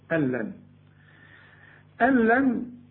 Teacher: النون اللي بعدها لام الغيها او دخلها في اللام وما تبانش، العلماء بيسموه إدغام كامل بدون غنة، ألن يعني شبك للهمزة مع اللام على طول، ألن ألن.